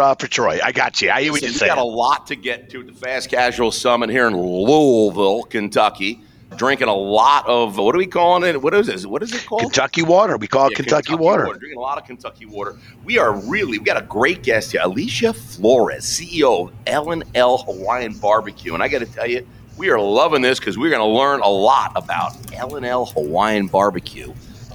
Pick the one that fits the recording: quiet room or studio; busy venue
busy venue